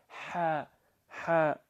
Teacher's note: حالا بنده بجور تعبیر الیم چی الابیل چی پوست تخمه قالب ده بیرنین بغازنده و سعیلی چی اونو فشار هوینا خارج الیه، ح ح، بو ترتیب ده تلفظ الی. حرف ها وسط حلق ده ادا الی، عضلات وسط حلق منقبض الی و بو حرف بیر مقدار خشونت و درگیرینن ادا الی. اما جره دقت الیخ چی بو خشونت نه تفریتمون ضرورا نه افراط الا، نه بجور الا چی مثل های دو چشمه دا الیخ، نه بجور الا چی تبدیل به خ الا.